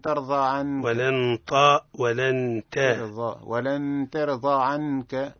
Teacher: النون في حكمها الإخفاء مع الغنة